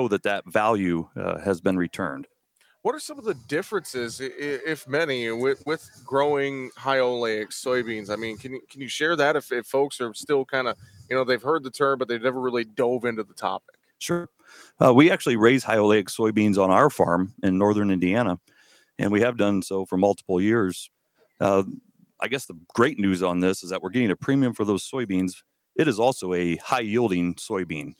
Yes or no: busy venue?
yes